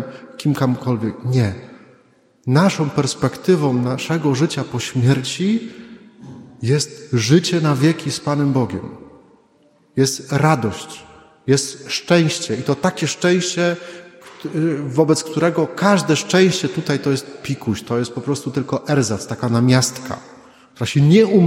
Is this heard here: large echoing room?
yes